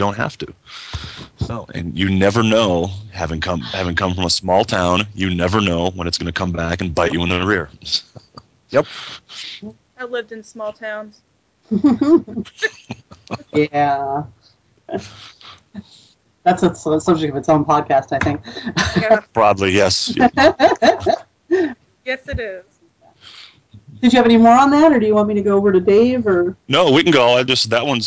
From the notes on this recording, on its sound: Troth Skype Moot.